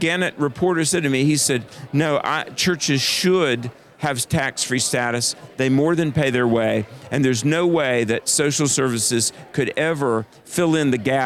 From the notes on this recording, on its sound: This episode was recorded live at the Family Research Council’s Annual Pray, Vote, Stand Conference in Washington D.C.